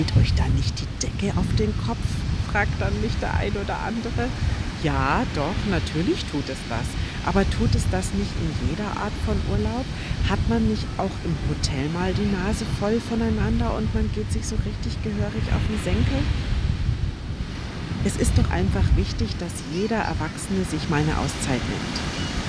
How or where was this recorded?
outdoors